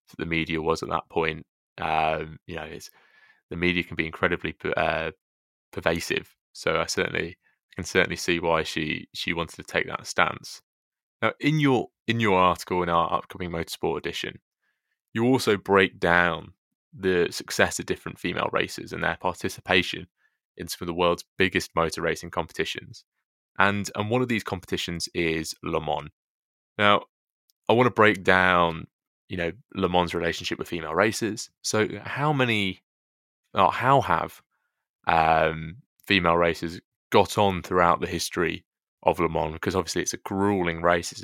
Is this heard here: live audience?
no